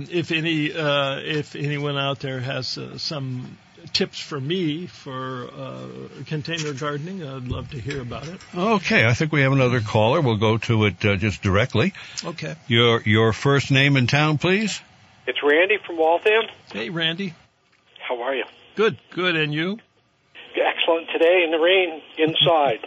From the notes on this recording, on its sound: phone call filled episode